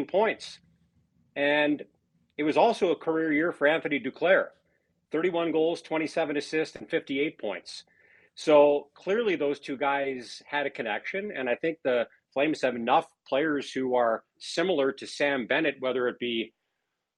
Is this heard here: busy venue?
no